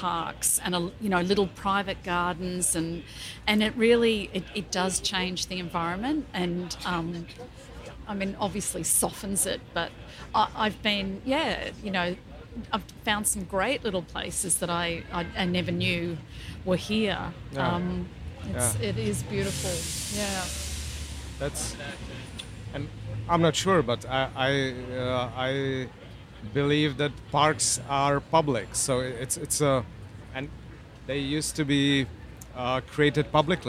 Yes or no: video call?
no